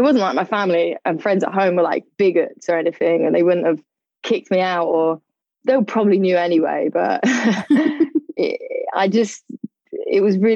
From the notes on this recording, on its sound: Full disclosure, there were a few sound issues on the Zoom calls for season two, but what it lacks in sound quality it makes up for in content.